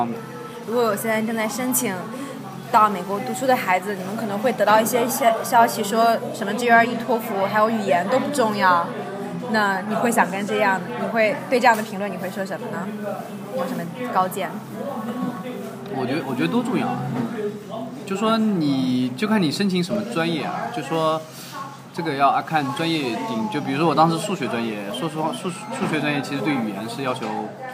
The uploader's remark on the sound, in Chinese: 本期节目音质不太理想。在纽约的某个小酒吧里边吃边聊的。